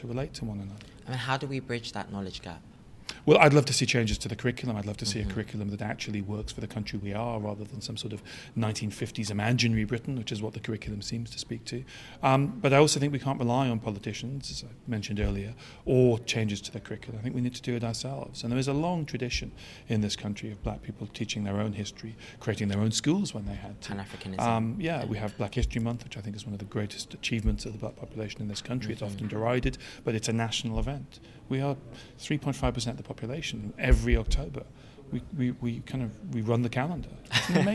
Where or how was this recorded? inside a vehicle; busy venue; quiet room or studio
busy venue